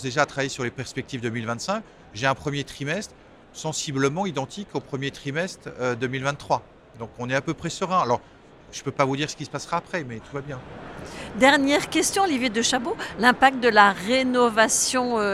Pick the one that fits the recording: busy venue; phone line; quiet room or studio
busy venue